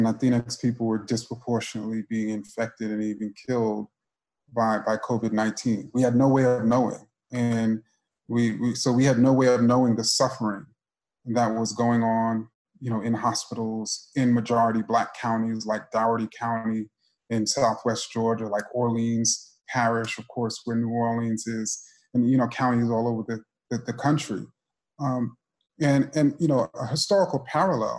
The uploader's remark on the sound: a virtual conversation over Zoom